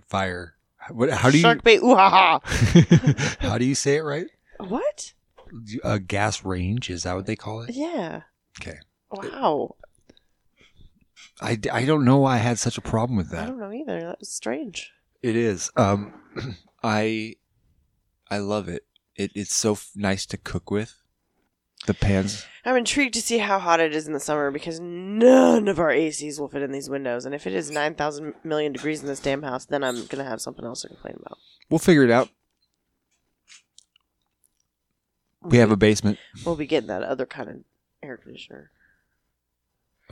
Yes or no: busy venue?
no